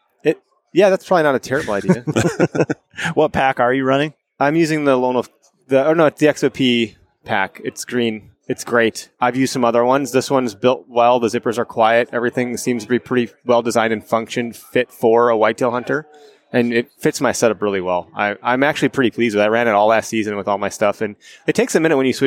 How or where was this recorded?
busy venue